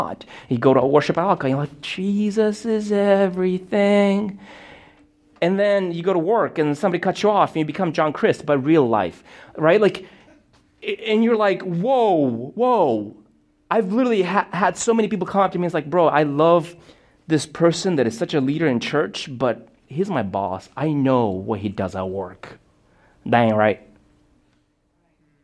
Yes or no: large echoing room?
yes